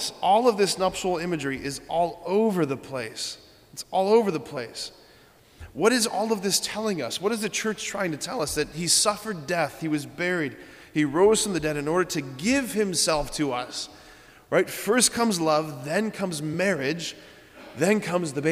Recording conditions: large echoing room